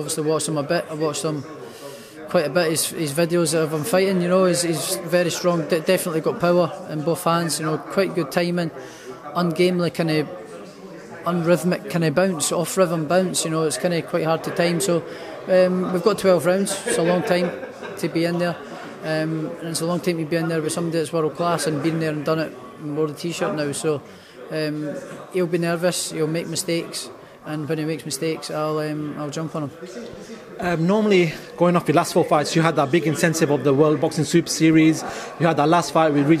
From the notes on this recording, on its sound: Live press conference